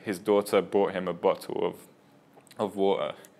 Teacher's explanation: a veces van a pronunciar las T's como T's y a veces van a comerlas y hacer un glottal stop acá en la garganta